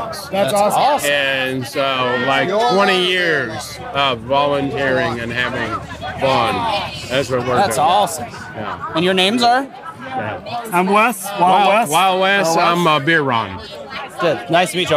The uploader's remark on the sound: As we hit the road to take you live on the scene at the NC Brewers and Music Festival in Huntersville, NC. We talked to brewers and brewery reps from around the Carolinas, and heard from a few festival-goers about their favorite beers from the festival.